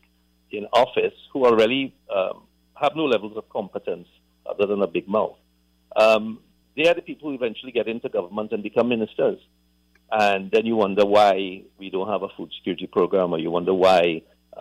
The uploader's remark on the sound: During this hour we take calls from our audience